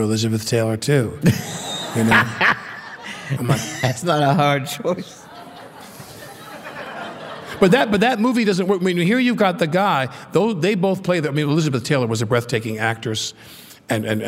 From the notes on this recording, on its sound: This affectionate, funny conversation was recorded in front of a live audience at the Tribeca Film Festival.